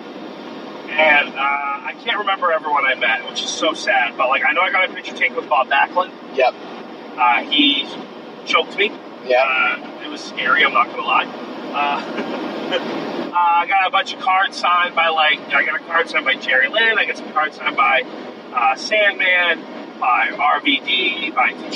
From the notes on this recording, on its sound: The audio isn't the best, it was recorded on my phone and we were driving home in a rainstorm and you can hear that and the wipers at times.